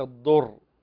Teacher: فهنا ضاد وليست دال مفخمة